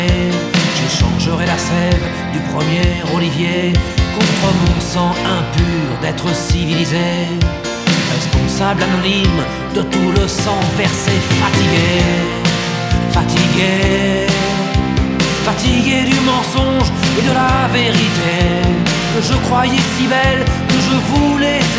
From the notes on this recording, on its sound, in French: enregistré dans un café parisien